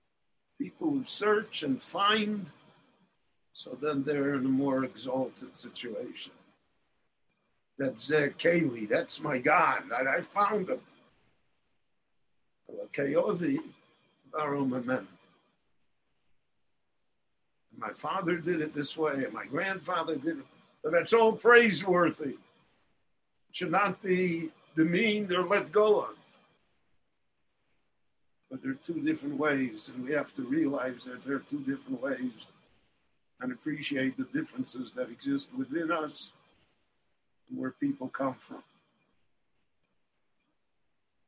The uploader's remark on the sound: The following lecture was delivered LIVE in Jerusalem via Zoom on January 28, 2021.